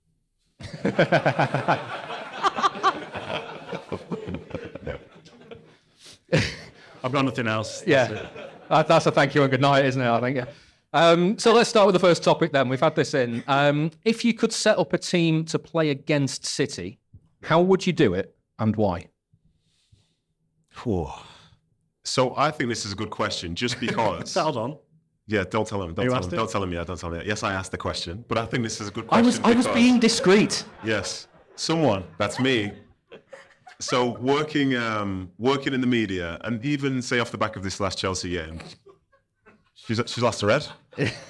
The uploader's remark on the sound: Let Me Talk live show! They take questions from the audience. Two audience members go head-to-head to win a signed Erling Haaland shirt.